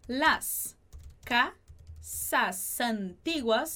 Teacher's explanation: a gente vai juntar esse S no finalzinho de casas com o A de antiguas